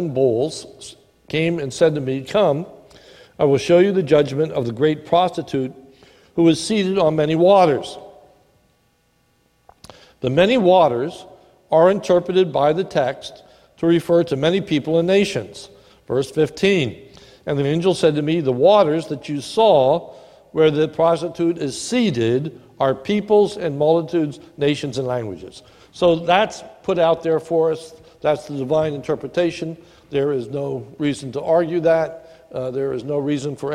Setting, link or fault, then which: setting, large echoing room